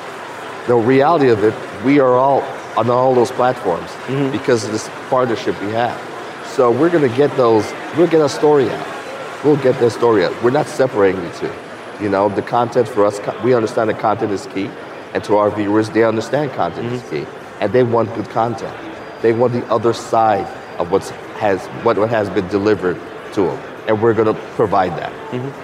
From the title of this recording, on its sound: 2019 #NABShow Live